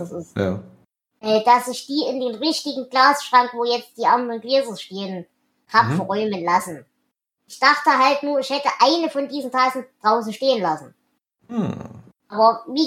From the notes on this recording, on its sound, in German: Ein Transkript findet ihr diesmal nicht weil auphonic bzw Whispersync diesmal auch trotz mehrfacher Versuche nur Mist ausgespuckt haben. Da die 005 und 006 am selben Tag aufgenommen wurden und scheinbar den selben Fehler enthalten.